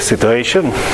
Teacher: první začátek toho slova je vlastně řečený, což vy neslyšíte pravděpodobně, s takzvaným creaky voice, s třepenou intonací